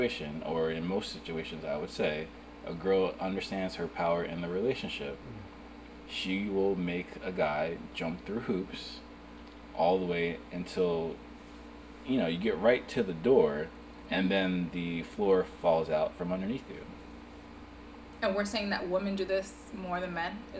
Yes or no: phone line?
no